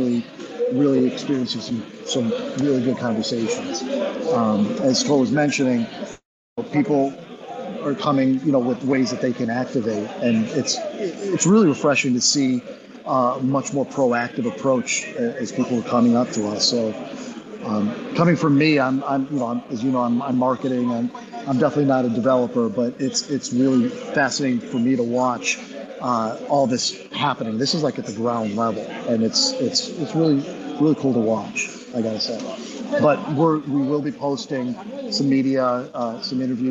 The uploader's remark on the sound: Special Edition Live from DCentral Austin